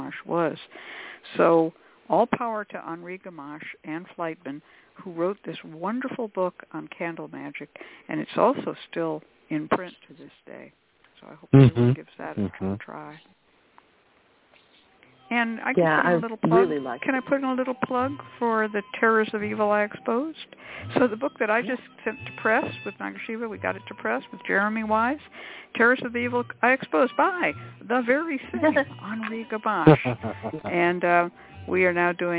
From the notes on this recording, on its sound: a real, live call-in show